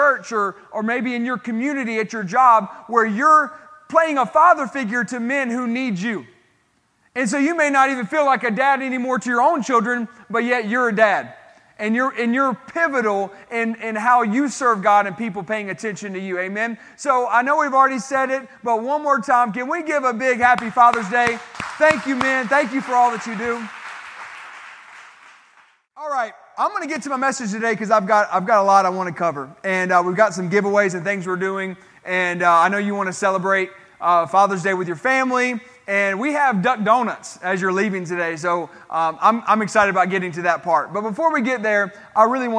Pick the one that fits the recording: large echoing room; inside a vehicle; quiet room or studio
large echoing room